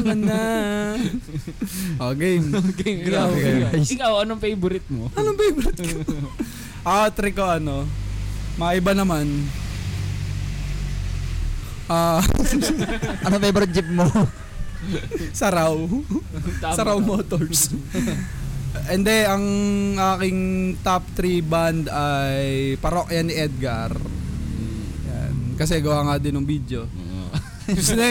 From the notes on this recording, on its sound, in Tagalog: Recording na along the hi-way haha!